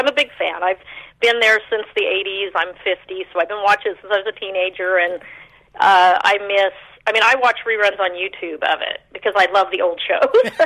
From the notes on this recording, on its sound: opens the phone lines to chat with the fans